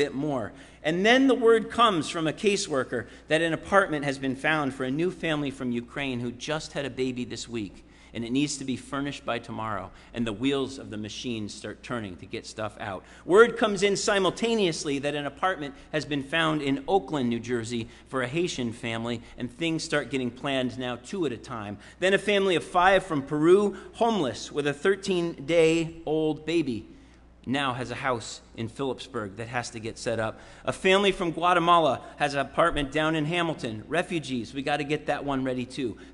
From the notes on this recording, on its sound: Sermon preached at RCHP on July 31, 2022.